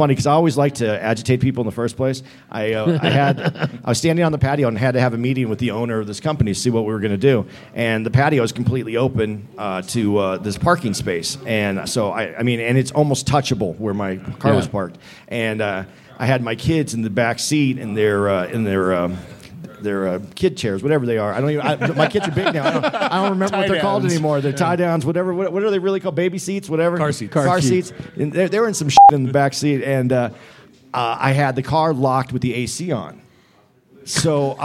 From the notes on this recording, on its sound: LIVE at the Green Room Flagstaff for The Big Pine Comedy Festival. Live From Big Pine. LIVE at the Green Room Flagstaff for The Big Pine Comedy Festival.